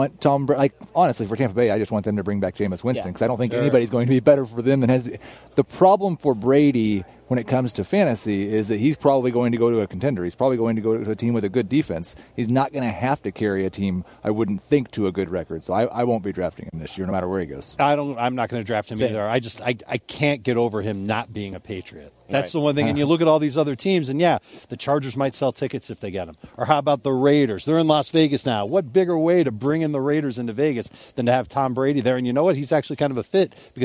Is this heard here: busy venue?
yes